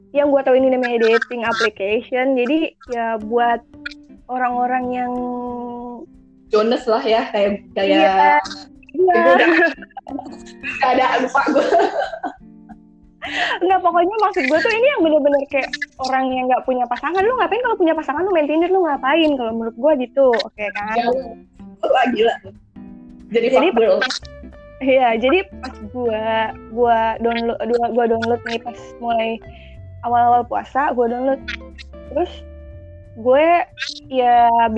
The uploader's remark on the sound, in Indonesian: Sorry, kualitas suara kurang bagus.